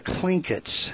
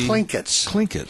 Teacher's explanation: it's spelled T-L-I-N-G-I-T-S, but the T is pronounced with a K